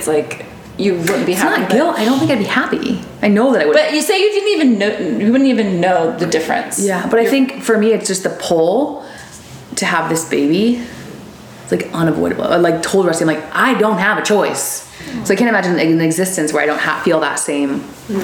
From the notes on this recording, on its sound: A recording done in real time during our retreat in Austin this month. Our attendees (FRIENDS) got to ask us burning questions.